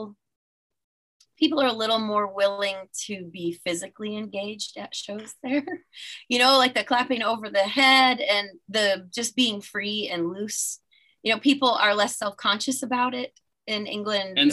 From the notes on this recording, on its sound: Via Zoom. Via Zoom.